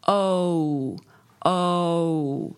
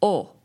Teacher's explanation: But that is actually a conjoining of two sounds. Your mouth moves in the middle of that vowel, so it is two sounds. · Term: pure vowel